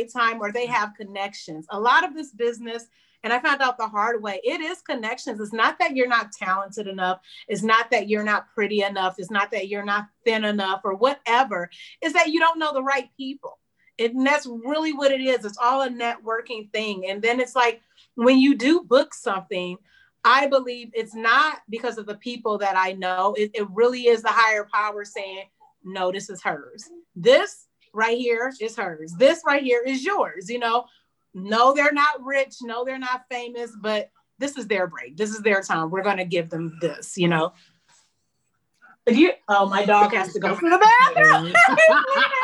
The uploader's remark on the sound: Recorded via Zoom